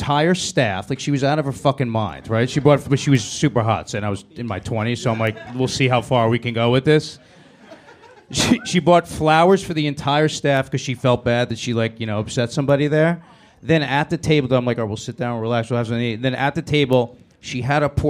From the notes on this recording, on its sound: This episode was recorded live at The Stand Comedy Club in New York City. Is joined on stage by comedians.